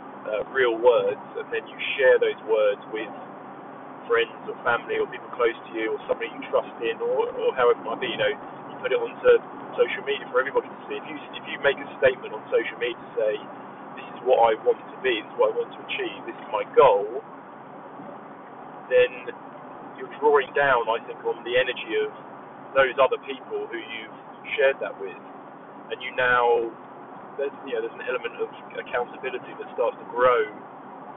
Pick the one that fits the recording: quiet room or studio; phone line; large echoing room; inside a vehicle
inside a vehicle